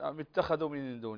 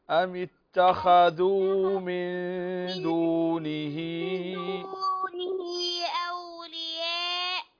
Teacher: أنت تخطفين الذال، الضمة حق الذال تخطفينها · Shown in: first take